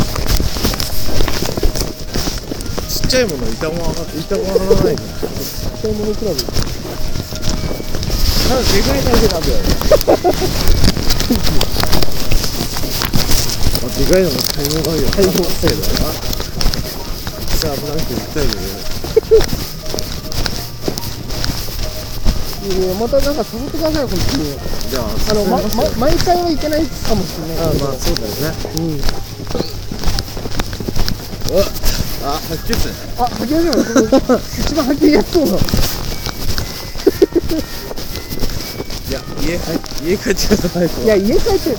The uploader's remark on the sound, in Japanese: スナック収録。遠別の愉快なセンパイたちとの爆笑トークを隠し録り。